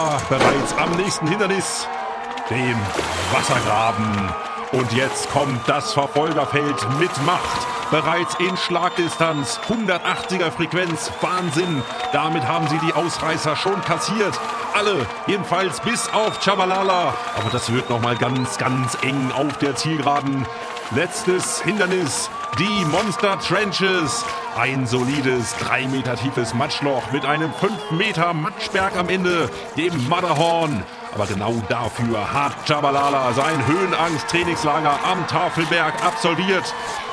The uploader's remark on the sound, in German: berichtet LIVE und EXKLUSIV vom Senioren-WM-Finale in Dahlen, der Sackhüpfenhochburg.